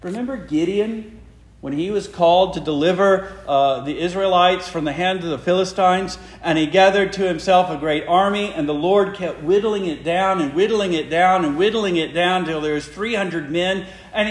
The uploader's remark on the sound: Preached the morning of March 26, 2023, for the Heidelberg Presbyterian Church in Heidelberg, Mississippi.